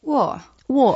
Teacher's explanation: the fourth tone goes straight down